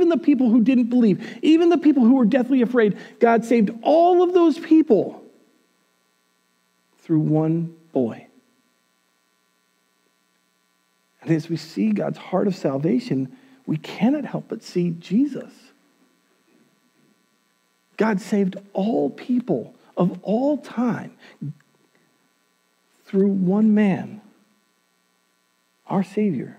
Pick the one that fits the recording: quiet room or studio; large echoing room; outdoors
large echoing room